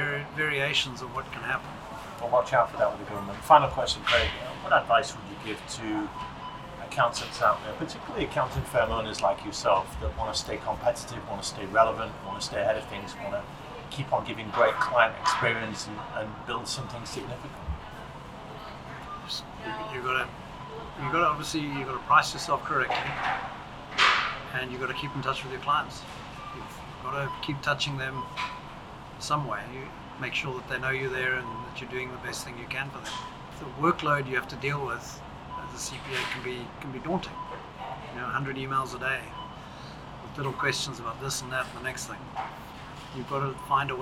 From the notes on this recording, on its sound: This was a live, in person interview, so apologies for the audio quality.